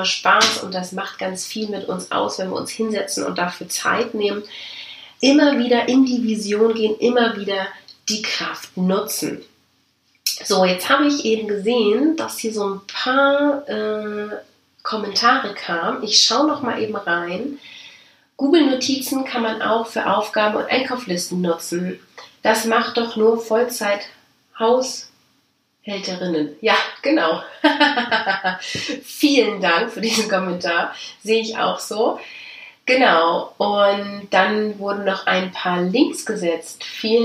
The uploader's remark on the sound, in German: Audiomitschnitt meines Webinars in 2019.